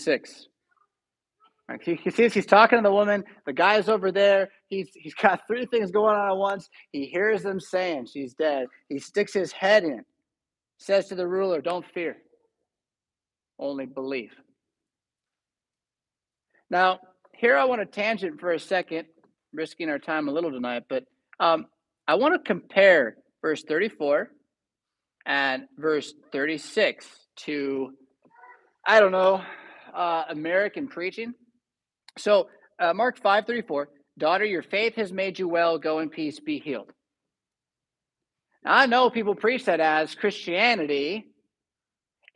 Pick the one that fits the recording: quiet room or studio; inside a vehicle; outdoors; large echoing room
large echoing room